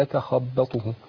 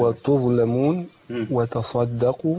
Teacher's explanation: بعض الكلمات اللي بيجي فيها الحروف الحرف الأول مرقق واللي بعده على طول مفخم. يعني مرقق مفخم أو يقلب فيها الحرف لو ما فصلناش ما بينهم، زي يتخبطه.